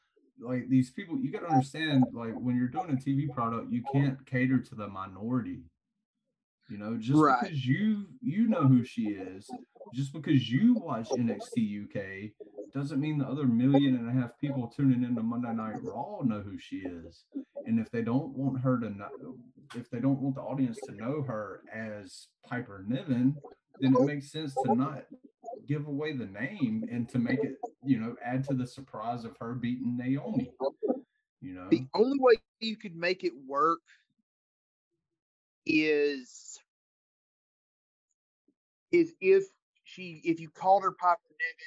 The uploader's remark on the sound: Was fighting audio issues throughout the episode.